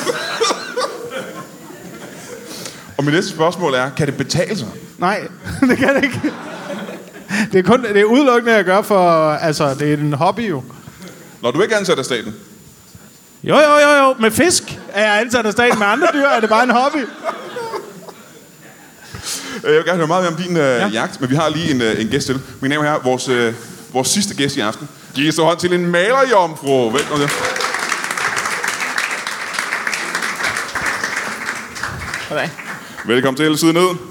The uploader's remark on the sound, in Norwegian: LIVE fra Comedy Zoo